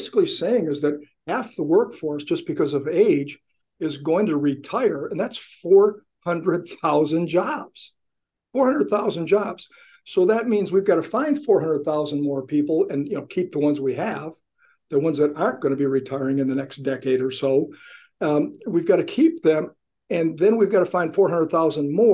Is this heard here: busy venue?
no